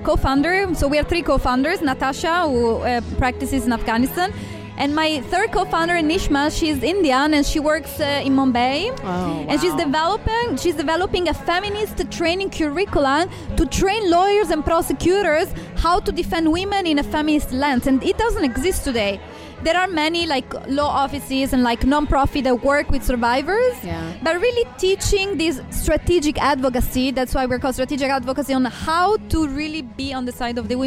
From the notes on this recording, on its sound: We are once again recording live from The Social Study at their monthly womxn's event That's What She Said ! We are once again recording live from The Social Study at their monthly womxn's event That's What She Said !